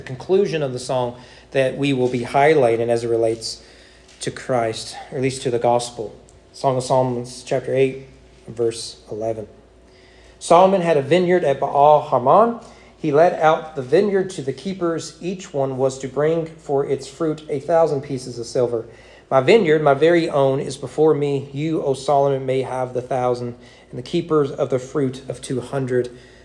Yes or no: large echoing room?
yes